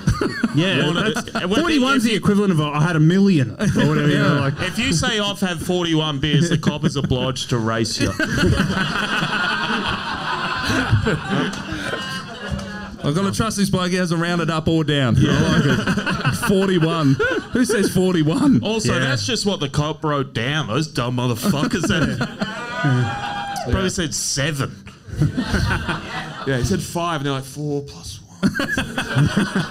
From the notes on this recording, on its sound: The second half of our Melbourne Live show